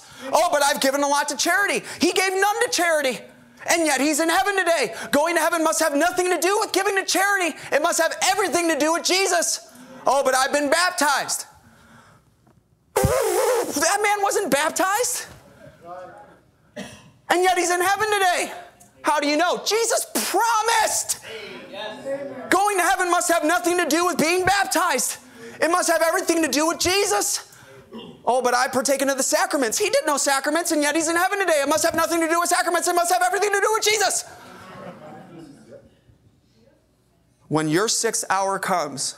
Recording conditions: large echoing room